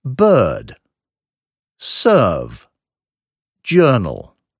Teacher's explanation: Wird etwa so wie das Ö in Hörner ausgesprochen, nur etwas länger. Das R darf man nicht mitsprechen.